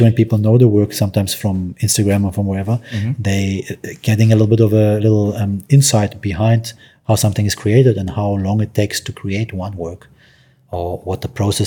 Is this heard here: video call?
no